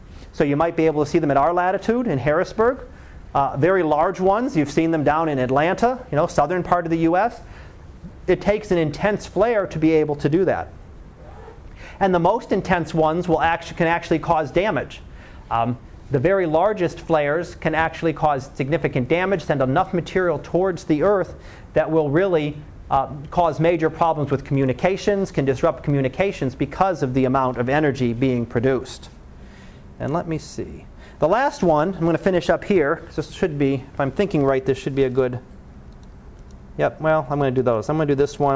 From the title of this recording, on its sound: Live Class Lecture